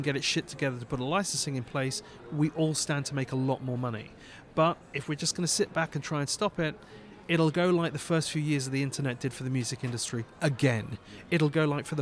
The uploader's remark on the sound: Reporting live from SXSW!